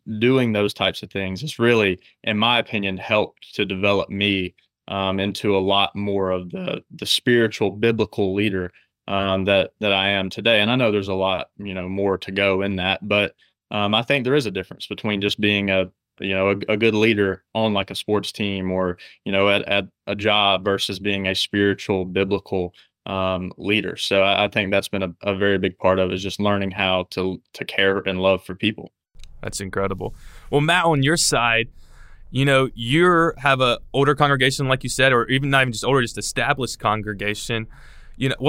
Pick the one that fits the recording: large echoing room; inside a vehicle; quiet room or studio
quiet room or studio